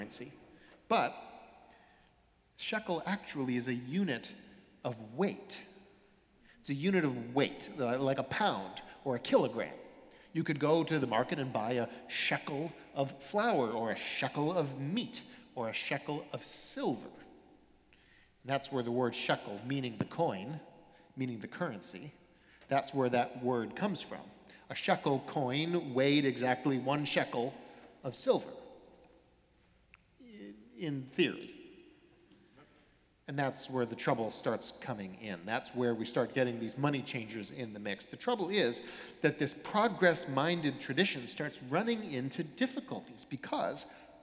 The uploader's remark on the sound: Sermons from Old South Church in Boston